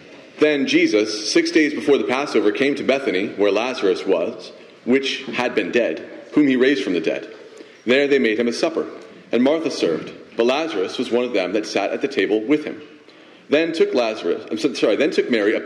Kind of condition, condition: setting, large echoing room